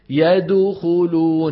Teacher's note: ضميت الشفتين عند المقلقل، ليه؟ ما لها مبرر